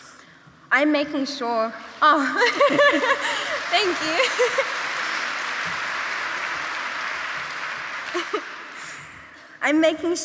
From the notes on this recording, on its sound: We revisit 2022's inaugural Opening Night gala event at Melbourne Town Hall. This event was recorded at Melbourne Town Hall on Wednesday 2 November 2022 as part of the Wheeler Centre’s Spring Fling Opening Night: Lightbulb Moments.